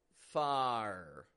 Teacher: we're opening our mouth up, getting a clear ah sound, lax A, followed by an R